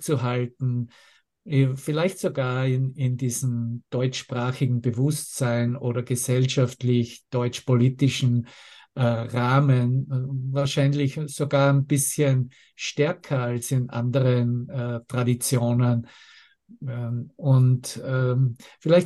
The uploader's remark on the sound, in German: Zoom-Session. Veranstaltet von der Aleph Akademie.